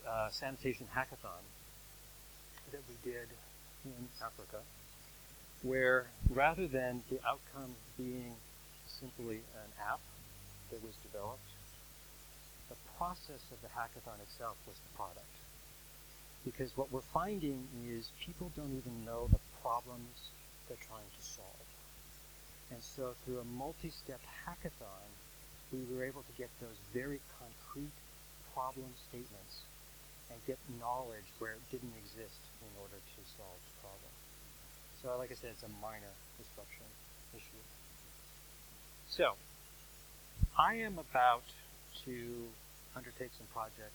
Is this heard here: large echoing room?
yes